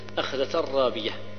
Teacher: أخذة الرابية إدغام كامل بدون غنى